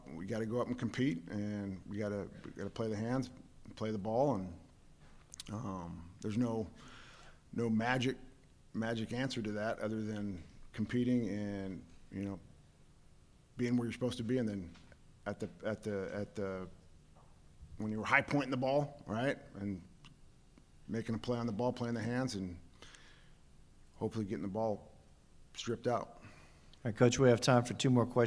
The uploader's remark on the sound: Sugar Bowl Press Conference. Takes to the podium.